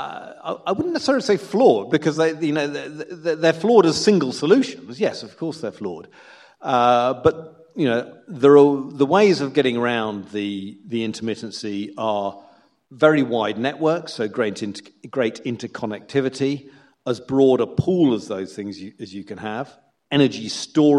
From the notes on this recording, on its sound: To a live audience at Bruntwood’s Bright Building at Manchester Science Park, and you can now enjoy the live recording of that talk in full.